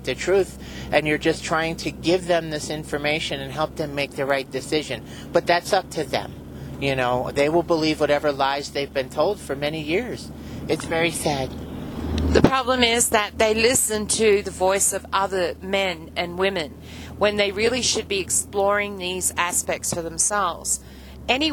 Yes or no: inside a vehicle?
yes